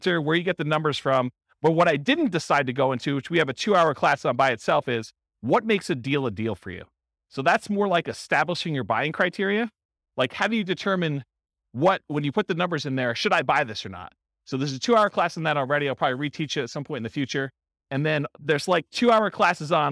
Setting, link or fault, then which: setting, live audience